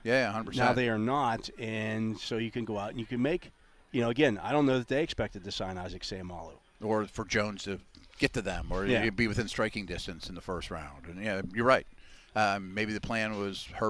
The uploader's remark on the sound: The Drive live from OTAs Day 5. Live from the UMPC Rooney Sports Complex.